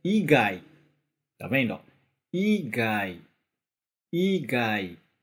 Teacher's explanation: Então, isso simboliza o quê? Que o i ele é pronunciado um pouco mais forte do que as outras partes